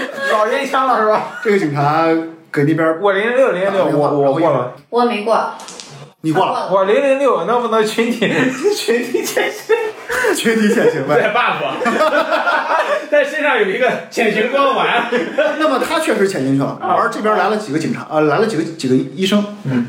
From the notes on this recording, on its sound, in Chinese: 因为这次跑团时录制的设备并不专业，再加上环境和大家散座的位置，音质会比较差，调试之后改善不大。